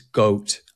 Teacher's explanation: it starts with a sort of rounding of the lips at the start · Term: goat vowel